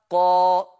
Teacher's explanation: طب بلغ في الفتحة بتاعت القاف هتبقى قا، يبقى تولد من الفتحة ألف · Term: حركة مجانسة